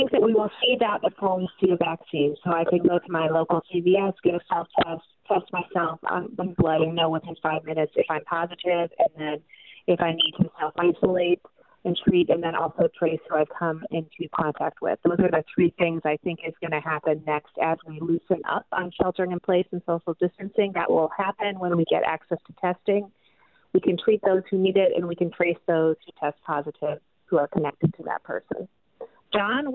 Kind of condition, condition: link, phone line